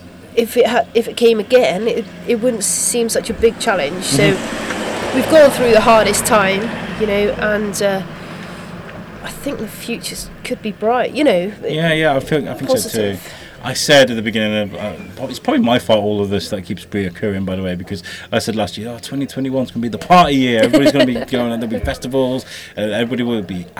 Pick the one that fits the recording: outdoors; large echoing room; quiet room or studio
outdoors